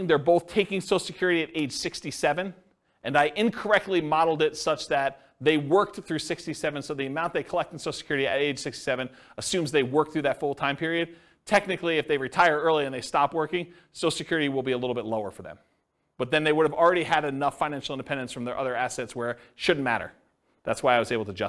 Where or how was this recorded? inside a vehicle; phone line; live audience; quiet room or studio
live audience